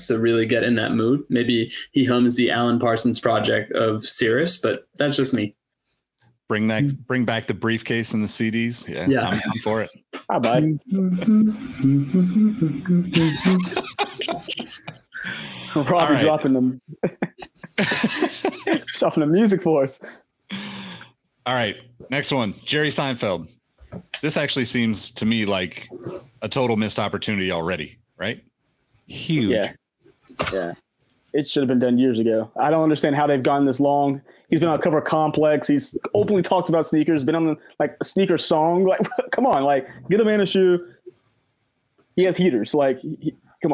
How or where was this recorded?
video call